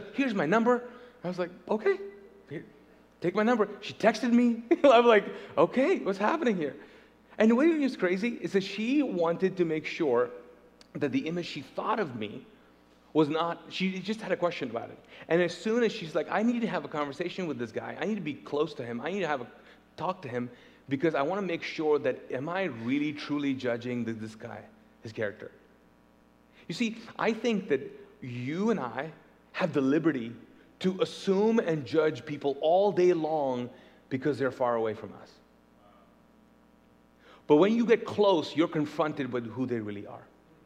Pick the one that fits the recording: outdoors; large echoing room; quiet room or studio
large echoing room